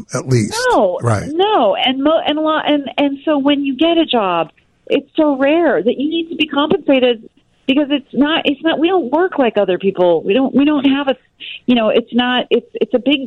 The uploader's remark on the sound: join us via the phone live from California